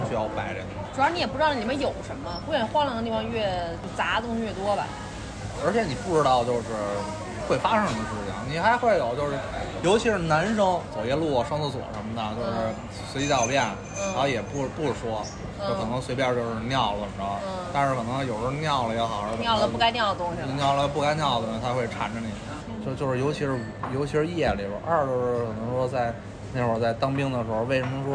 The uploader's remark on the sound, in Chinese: 这期节目是在餐厅录制的，底噪比较大，望大家海涵。